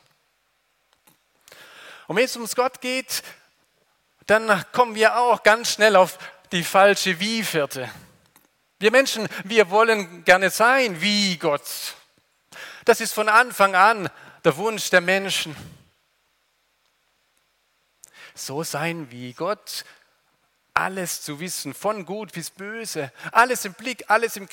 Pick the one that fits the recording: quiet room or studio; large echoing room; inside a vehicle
large echoing room